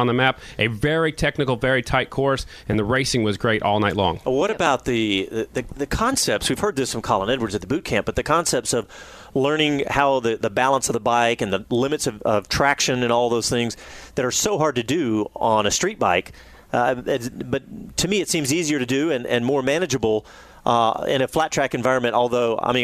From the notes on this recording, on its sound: live from Circuit of The Americas